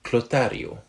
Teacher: So there's a hard T in the middle, because Latin doesn't have a th sound